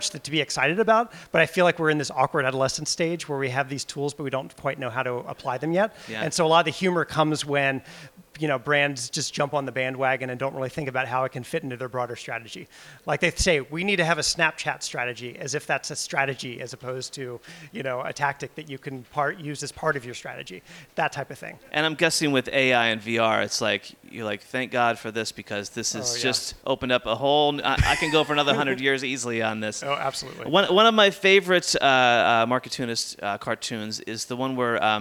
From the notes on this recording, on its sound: Joins the Podcast live from the LinkedIn Lab at Festival of Marketing in London.